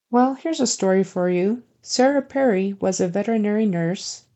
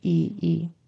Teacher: Those vocalic R's, Sarah Perry, and then the E on the end needs to be a long E for Perry · Shown in: second take